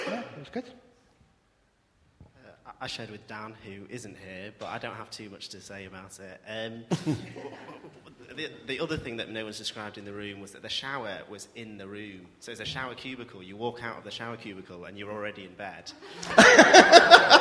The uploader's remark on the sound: Recorded at freedomcentre church, Preston.